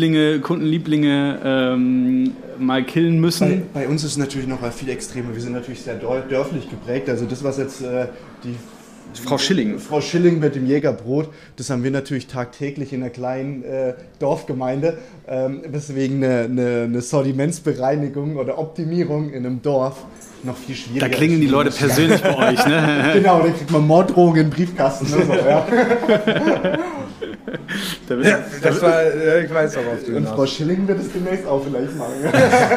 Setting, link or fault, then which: setting, live audience